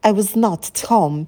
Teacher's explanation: Но обычно мы ударяем вот эту частицу not. · Term: ударение в предложении